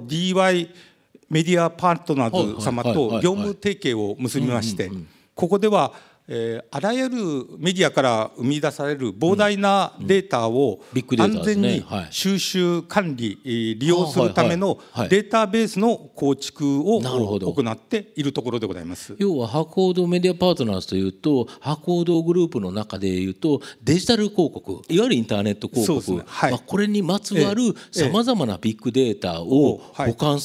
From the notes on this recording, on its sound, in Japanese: 2020年9月6日、東京・茅場町の東京証券会館ホールで行われた「ラジオNIKKEI 相場の福の神 注目企業ＩＲセミナー」